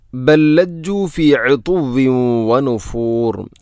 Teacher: ഒന്നാമത്തെ ലാമിനെ രണ്ടാമത്തെ ലാമിലേക്ക് ഇദ്ഗാം ചെയ്യുന്നു, കൂട്ടി ലയിപ്പിച്ച് ഒതുന്നു